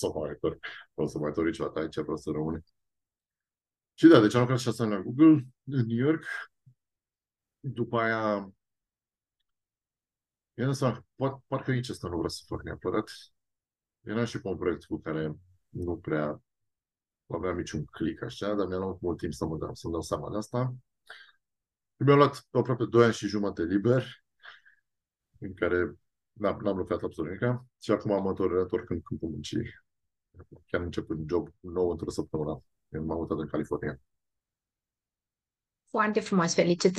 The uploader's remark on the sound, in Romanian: Ne-am auzit pe Zoom